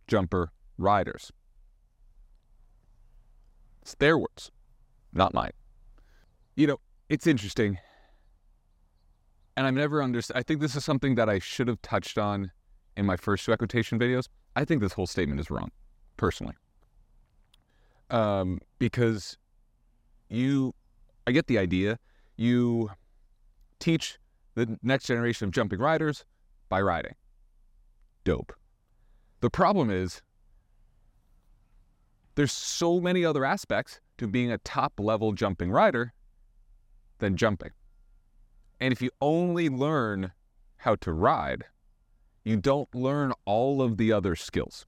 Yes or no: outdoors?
yes